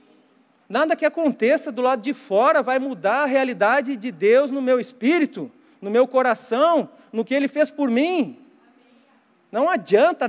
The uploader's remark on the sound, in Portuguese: Mensagem ministrada ao vivo na Igreja Evangélica Verbo da Vida Porto Alegre - RS